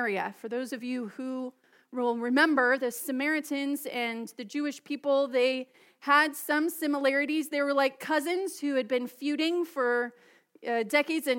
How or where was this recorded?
large echoing room